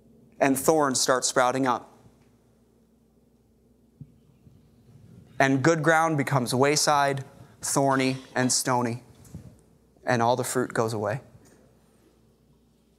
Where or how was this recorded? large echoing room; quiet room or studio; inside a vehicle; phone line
large echoing room